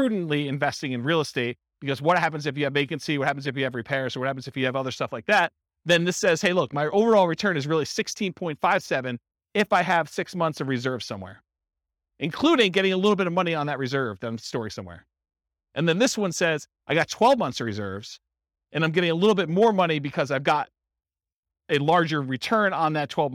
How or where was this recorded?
live audience